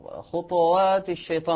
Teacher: الطاء إذا كانت ساكنة ينبغي أن لا يضم الإنسان شفتيه خطوات الشيطان، فلا تظهر هل هي مضمومة أو هنا ساكنة.